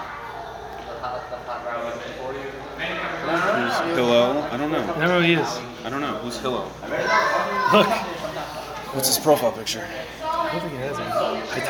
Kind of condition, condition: setting, live audience